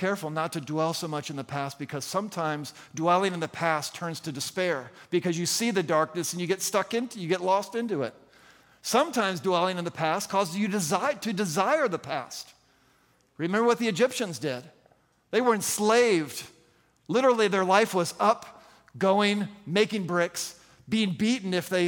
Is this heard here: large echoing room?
yes